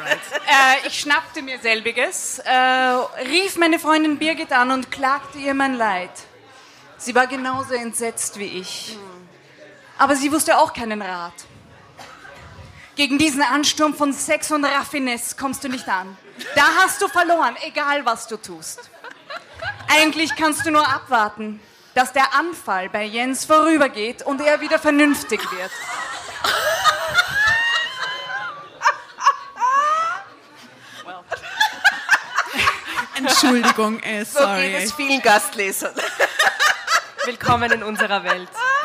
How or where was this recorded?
live audience